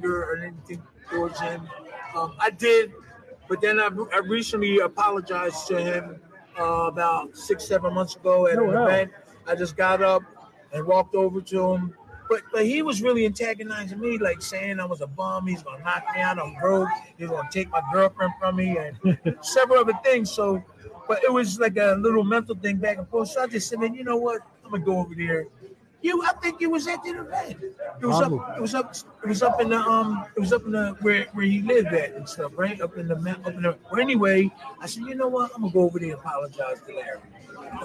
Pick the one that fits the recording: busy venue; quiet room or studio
busy venue